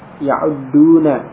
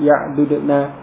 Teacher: Maka huruf yang sama terurai, terpisah. Tidak idgham. · Shown in: second take